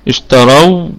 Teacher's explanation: الراء مفخمة وقفا ووصلا لأنها مفتوحة وفي وسط الكلام، وبقية الكلمة مرققة